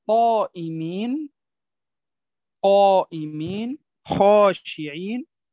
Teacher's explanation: هذا الألف المادية هنا مفخمة